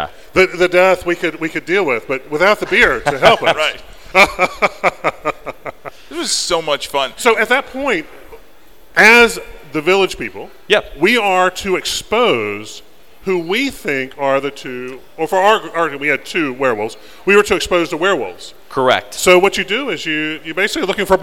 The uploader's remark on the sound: LIVE at Indy POP Con 2018